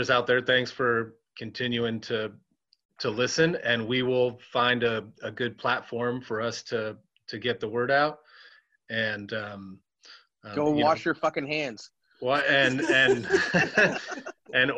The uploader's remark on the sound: We are working from home this week. Decided to practice “social distancing” by trying out the Zoom app and continue recording shows for our listeners.